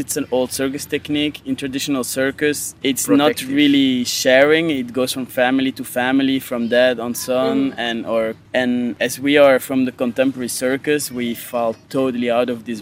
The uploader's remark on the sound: I talked with both brothers after their Czech premiere at Letní letná just in front of their small tent in the heart of festival.